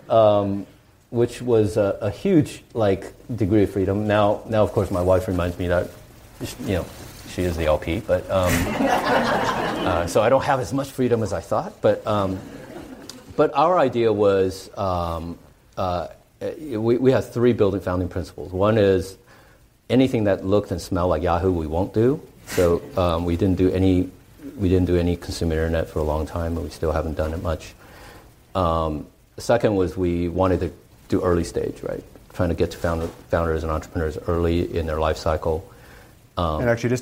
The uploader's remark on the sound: He was interviewed in front of a live audience in San Francisco.